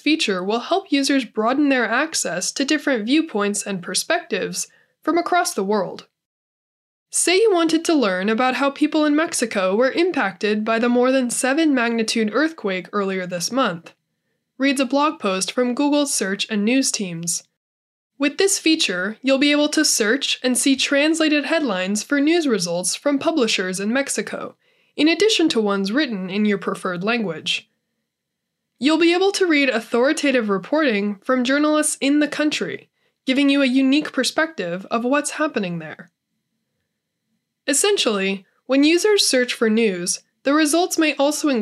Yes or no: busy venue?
no